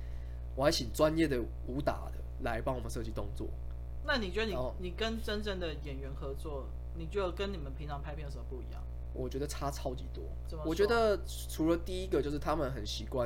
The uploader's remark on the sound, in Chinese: 中元期間錄製時一直有好兄弟們加入，若有雜音請勿在意